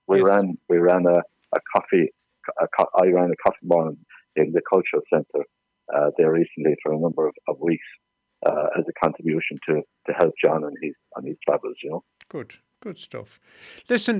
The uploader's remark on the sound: joined on the phone by Kilkishen correspondent